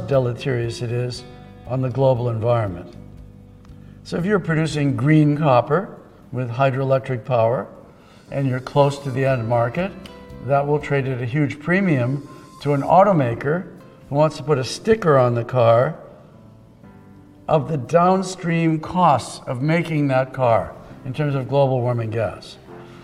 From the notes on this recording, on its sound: keynote address at the opening ceremonies of AME Remote Roundup